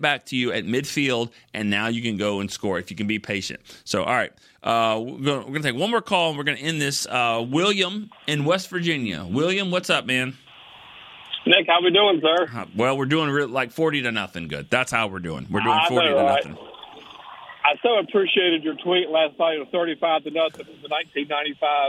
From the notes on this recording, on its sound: The phone lines lit up with fans chomping at the bit to discuss this shutout win.